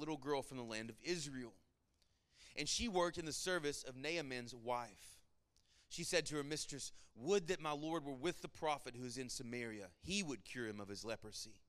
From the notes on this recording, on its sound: Sermon Audio from our Worship service